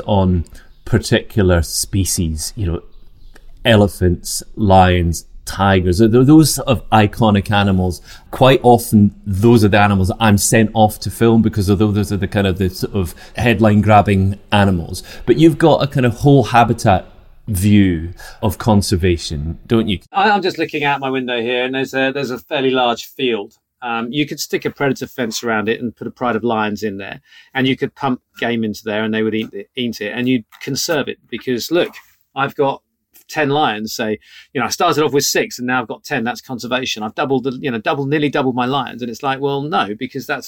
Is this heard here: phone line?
no